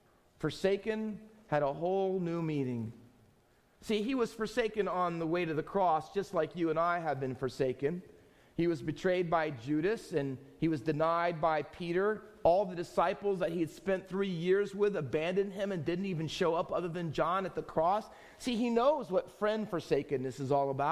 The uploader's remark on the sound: Faith Baptist Church in Hamilton, NJ.